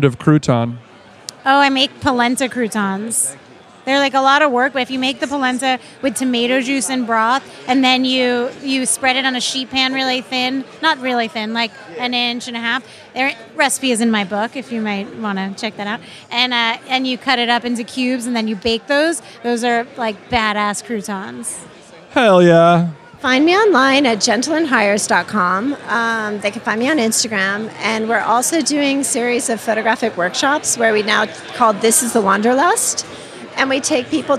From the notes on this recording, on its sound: This week we are very happy to present the keynote panel from the 2017 Food Book Fair, recorded live from Liberty Hall at the Ace Hotel New York. From the always poppin lobby of the Ace Hotel.